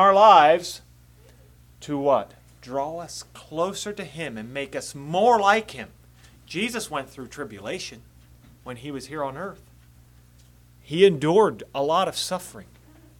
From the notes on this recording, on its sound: Message preached at Word of Hope on December 17, 2023